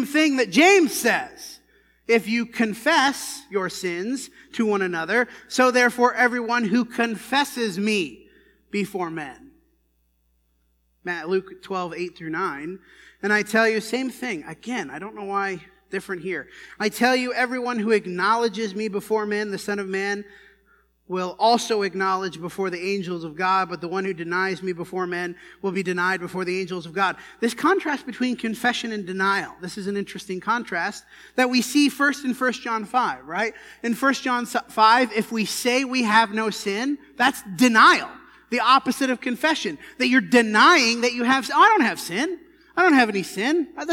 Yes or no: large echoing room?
yes